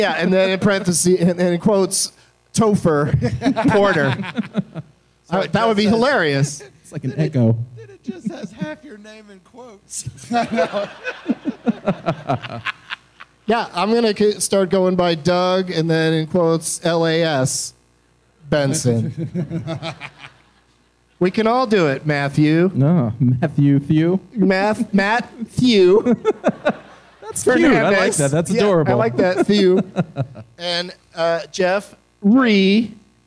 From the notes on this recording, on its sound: Live from the Tampa Improv